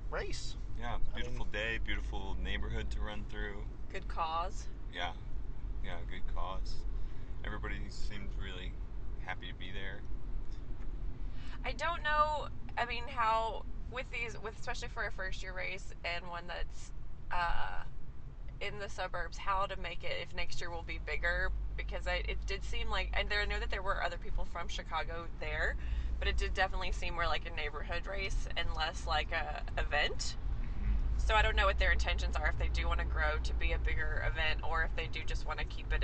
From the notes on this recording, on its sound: It's another "talking in the car on the way back from the race" podcast. We all ran the inaugural Super Sunny 5K in Burbank, IL, a benefit for Garden Center Services.